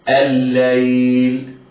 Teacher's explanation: فقد أدغمنا لام ال في لام الليل، وسبب الإدغام هنا التماثل